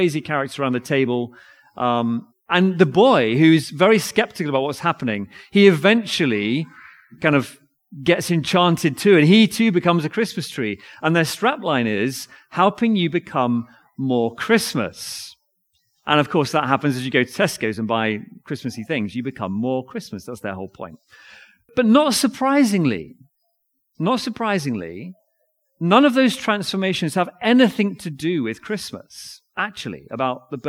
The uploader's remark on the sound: Recorded audio of reading & sermon at Nativity service Binscombe Church 17th December 2023